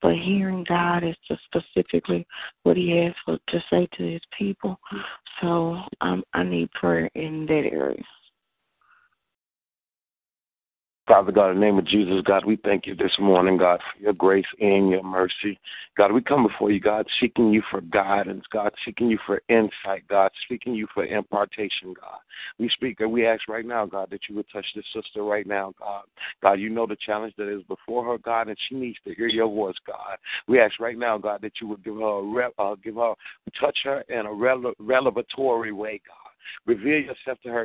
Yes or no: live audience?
no